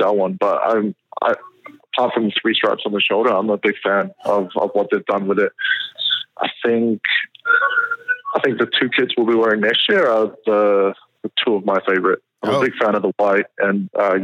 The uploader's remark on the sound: phones in from sunny Florida